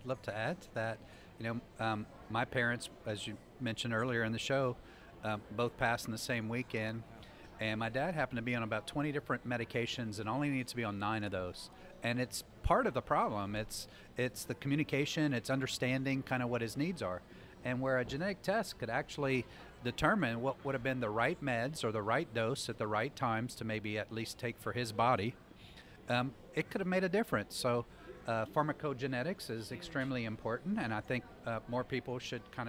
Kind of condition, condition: setting, busy venue